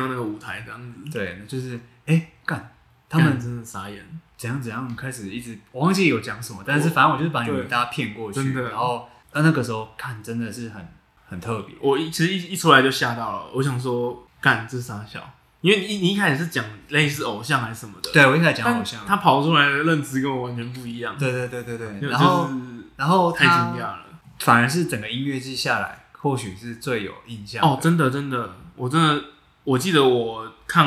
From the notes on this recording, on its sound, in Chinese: 這兩次錄音不知道為什麼回音很重，已經盡1000%力量調整了，下次會再改進。